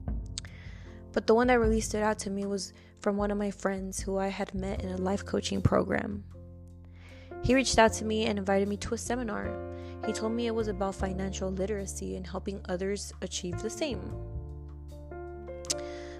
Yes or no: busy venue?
no